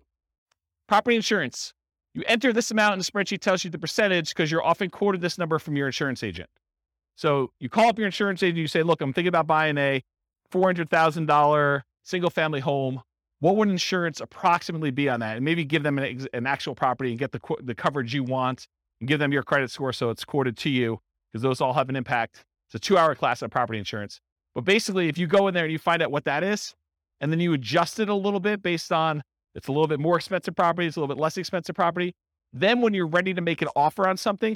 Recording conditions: live audience